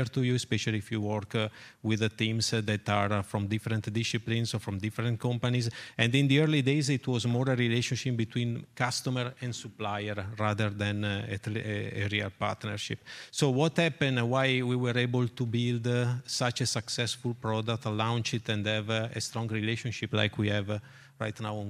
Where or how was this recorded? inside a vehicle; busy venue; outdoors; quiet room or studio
busy venue